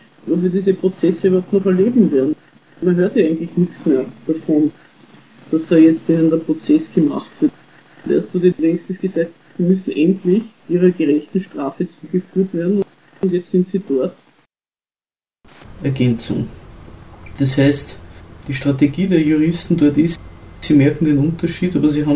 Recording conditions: poor sound quality